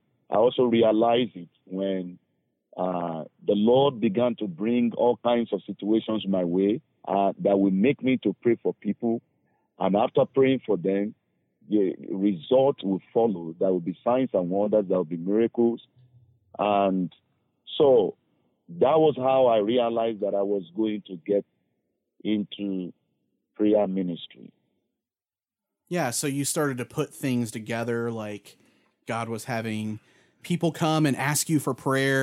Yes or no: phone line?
yes